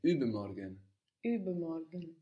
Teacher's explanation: So the U with the two dots, these two dots in effect add an E quality to the sound.